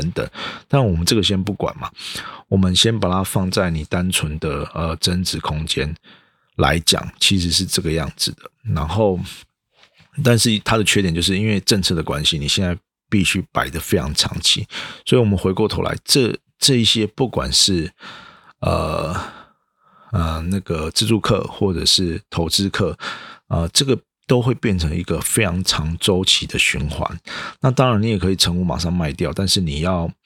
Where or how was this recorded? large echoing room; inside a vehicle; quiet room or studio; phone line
quiet room or studio